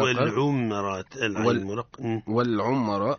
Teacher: الراء حكمها التفخيم لأنها متحركة بالفتح